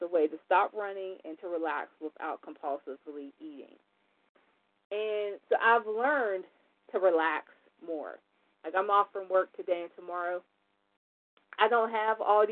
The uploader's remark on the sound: 100 Pounders Phone Meeting